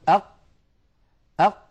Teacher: تجدون بأنه لا يمر نفس أبدا ولا يمر صوت أبدا. أق ينقفل مخرجها انقفالا تاما، فهي حرف مجهور ليست من حروف الهمس، وهي حرف شديد لأنها من حروف أجد قطن بكت أجد قطن. · Term: القاف